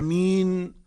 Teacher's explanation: ويتحقق المد بإطالة النطق في الألف آمين والياء آمين.